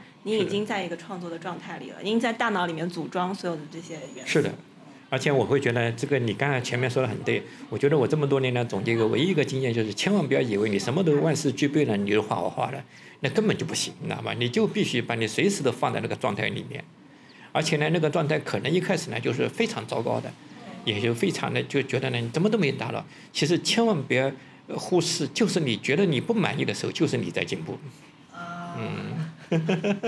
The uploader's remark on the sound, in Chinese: 在展览现场的对谈